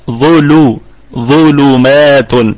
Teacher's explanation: ونراعي بعد الظاء ترقيق اللام